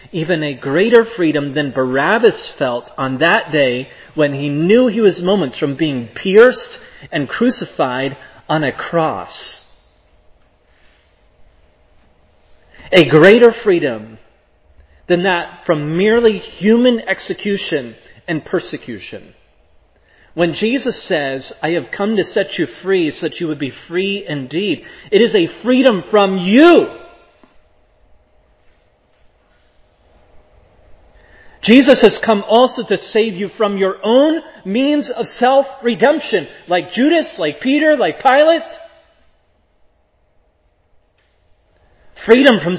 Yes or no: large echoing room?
yes